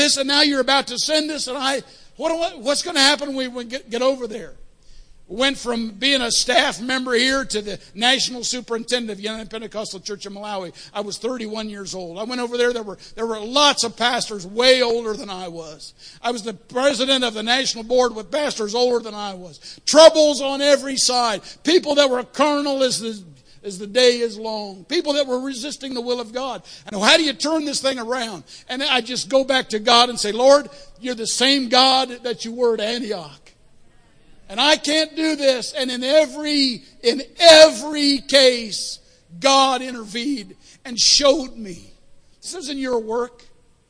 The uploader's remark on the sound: Sunday Morning Service. 45th Anniversary Weekend.